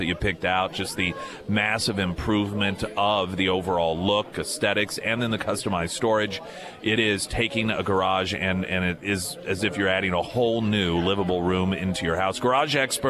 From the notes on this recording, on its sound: live at Scramblers Diner